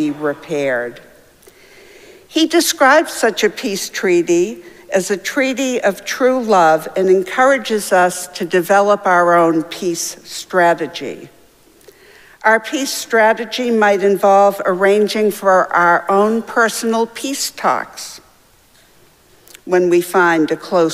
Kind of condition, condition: setting, large echoing room